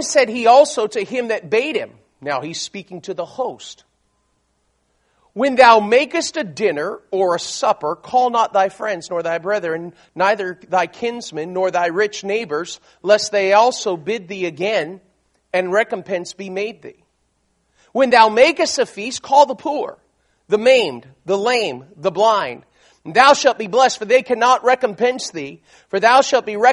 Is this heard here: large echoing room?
yes